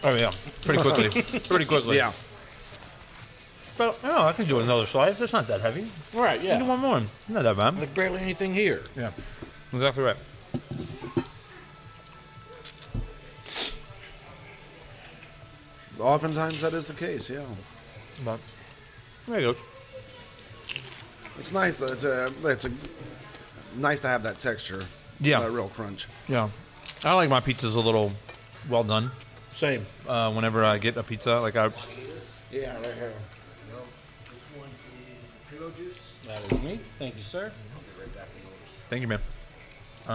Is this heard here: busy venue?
yes